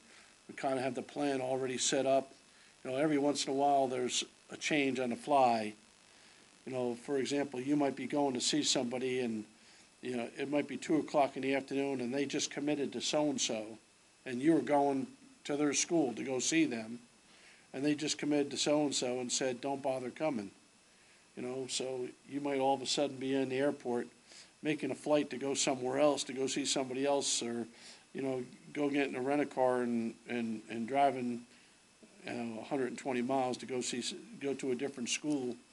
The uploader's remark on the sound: Press Conferences & Post-Game Interviews